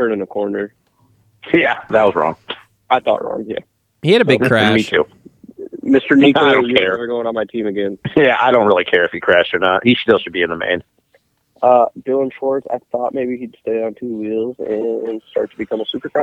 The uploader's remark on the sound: get on the phone to talk